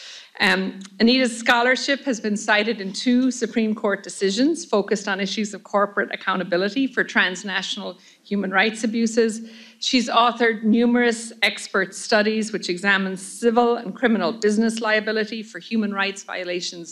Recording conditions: live audience